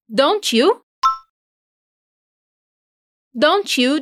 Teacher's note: note como o don't e o you se juntam no meio da frase.